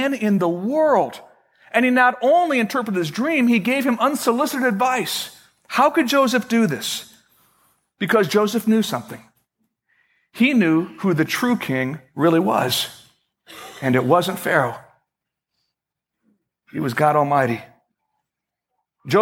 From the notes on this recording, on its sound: At Fellowship Missionary Church, Fort Wayne, IN.